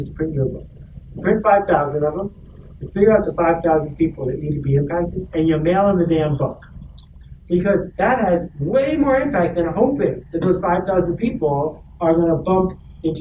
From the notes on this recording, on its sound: We’re doing a rerun today. The audio and my discomfort in this episode makes me cringe.